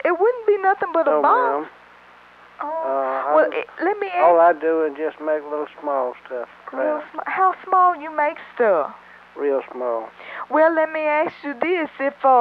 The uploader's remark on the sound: Prank Phone Calls